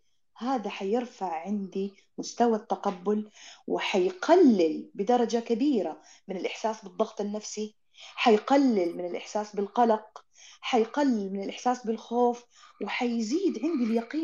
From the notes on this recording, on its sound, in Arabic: تسجيل لمساحة ابن رشد الأسبوعية على منصة تويتر